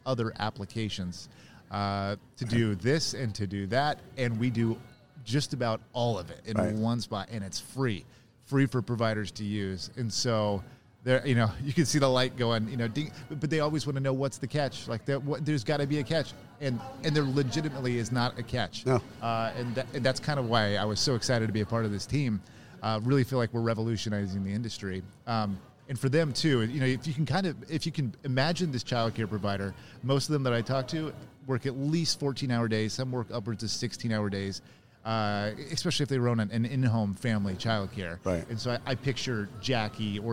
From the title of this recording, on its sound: Live from SHRM 2022